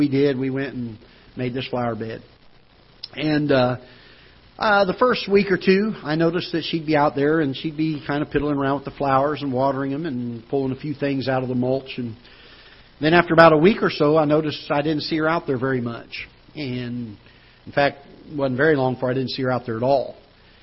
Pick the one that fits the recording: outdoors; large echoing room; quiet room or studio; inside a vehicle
large echoing room